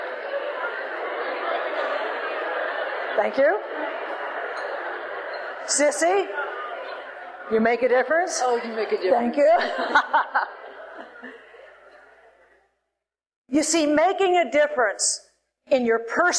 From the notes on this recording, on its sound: Recorded live